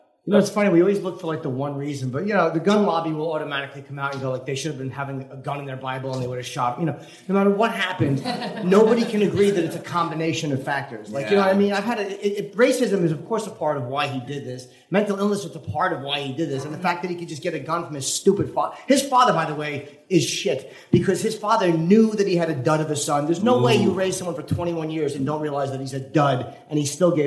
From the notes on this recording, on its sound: On a summer night in Brooklyn in 2015. Lit up a dive bar, guzzling cocktails and bantering about the news.